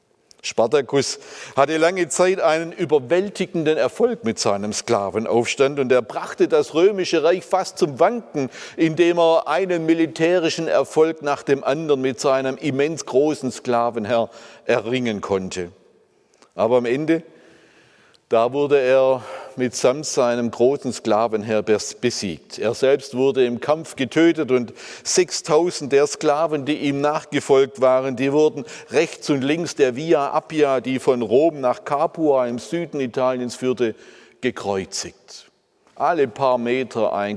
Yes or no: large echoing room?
yes